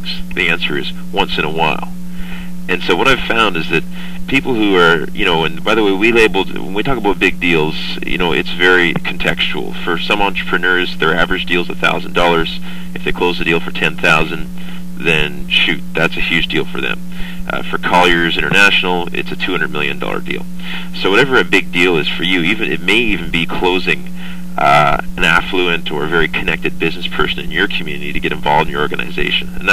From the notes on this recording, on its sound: Today I was invited to do a tele-conference for a group of network marketing leaders in the Innerlight corporation. Following is a 9 minute MP3 recording of what I had to say.